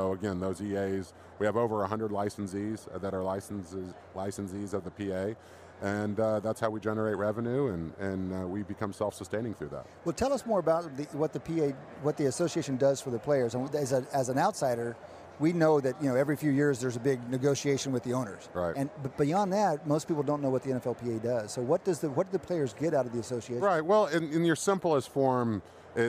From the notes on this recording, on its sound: live from Radio Row at Super Bowl LIII